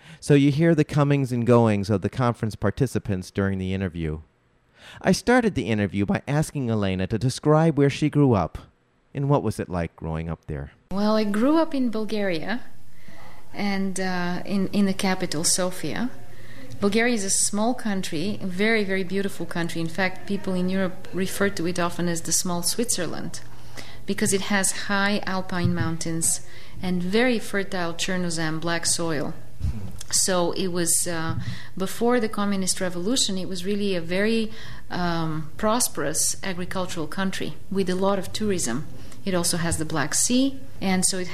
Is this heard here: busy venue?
yes